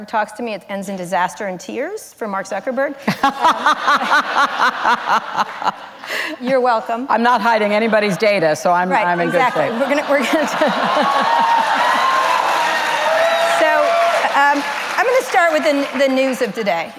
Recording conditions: live audience